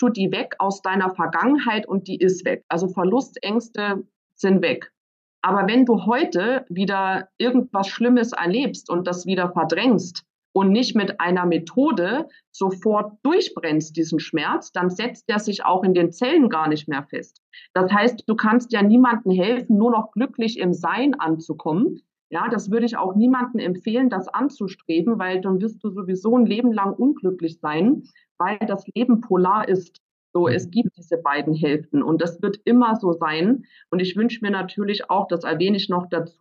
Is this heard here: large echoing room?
no